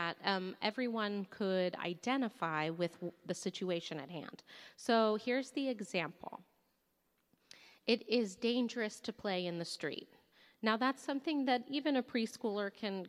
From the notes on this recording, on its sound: recorded LIVE in San Jose!